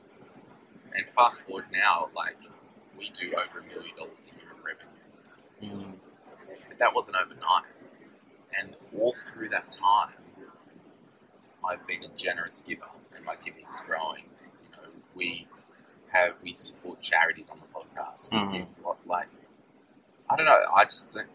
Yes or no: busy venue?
yes